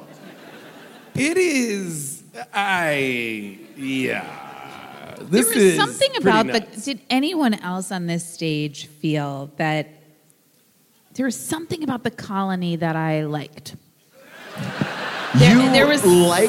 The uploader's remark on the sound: Recorded live from San Francisco.